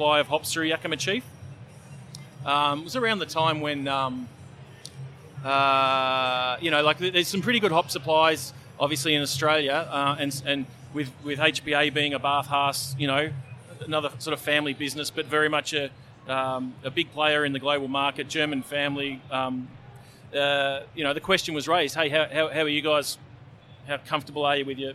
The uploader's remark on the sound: Live from GABS in Melbourne. Brews News was able to take our mobile studio to GABS and capture some great discussions with a wide range of people in the beer industry. There’s something about having a live studio at GABS that just saw the guests relax and talk in a way that they don’t always do when a microphone is in front of them.